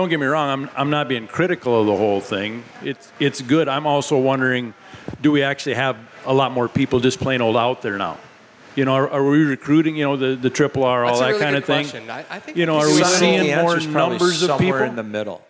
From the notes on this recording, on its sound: For a live show at Bear Cave Brewing in Hopkins, MN.